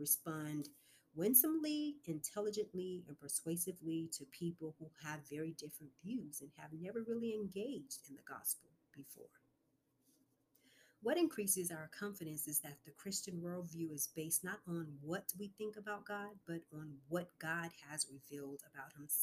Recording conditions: uneven or low level